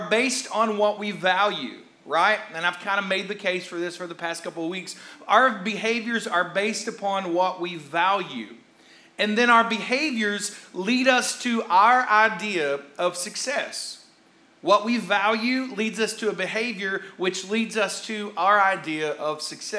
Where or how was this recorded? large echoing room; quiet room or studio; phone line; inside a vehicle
large echoing room